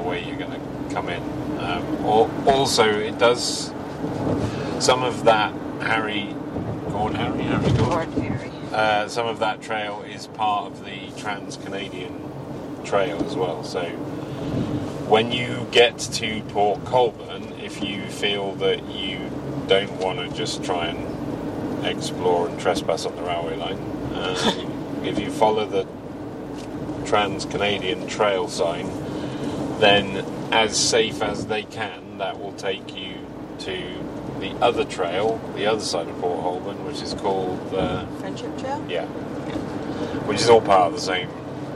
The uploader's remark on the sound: We recorded this in the car in the rain so you may hear some noises.